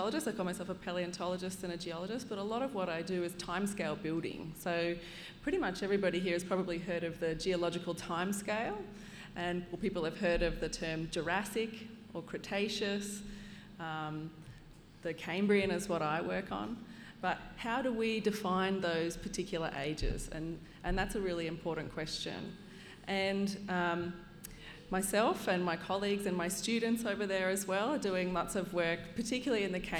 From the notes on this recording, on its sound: We’re LIVE in Armidale for National Science Week at The Welder’s Dog Brewery, and in this episode, recorded on Anaiwan country.